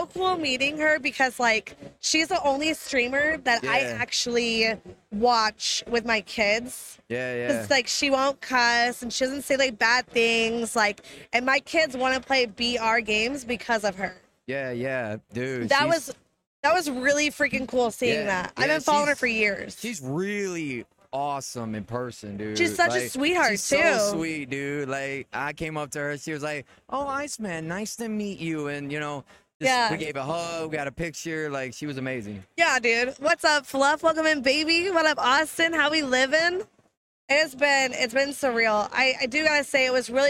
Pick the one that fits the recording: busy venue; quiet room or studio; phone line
busy venue